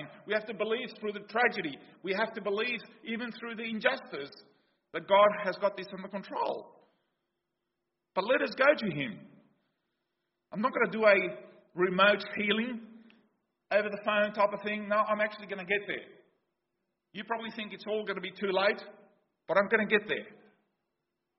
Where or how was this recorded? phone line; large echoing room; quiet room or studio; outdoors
large echoing room